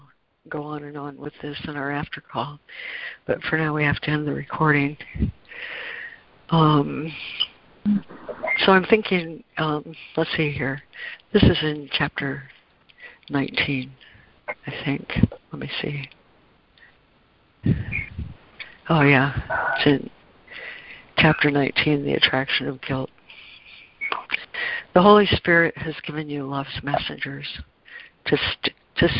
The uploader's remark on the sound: ACIM Daily Conference Call